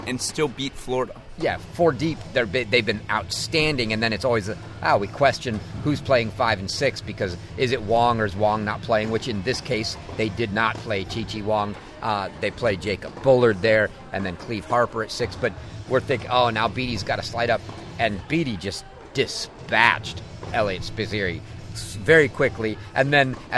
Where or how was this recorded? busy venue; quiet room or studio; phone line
busy venue